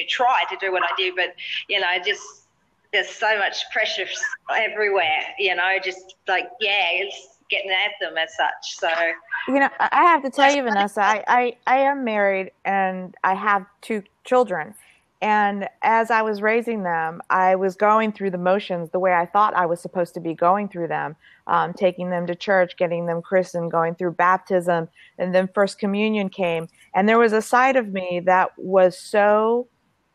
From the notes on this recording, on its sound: A blab recording